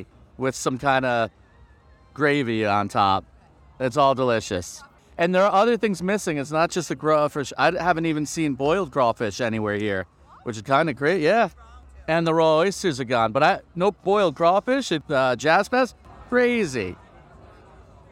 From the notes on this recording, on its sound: this episode we are live at Jazz Fest!